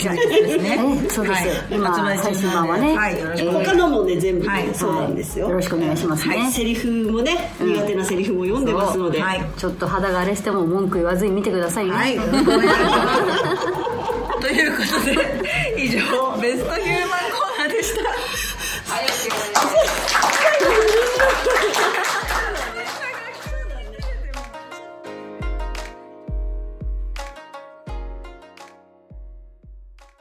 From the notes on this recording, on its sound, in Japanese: 公開収録後半の部